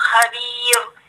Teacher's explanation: احنا هنا بنلقق حبيبتي، ما بنقولش خبير بس، لا بنقول خبير. احنا لما نشوف الراء ساكنة وقبلها حرف ياء وقبلها حرف الياء على طول بنخليها مرققة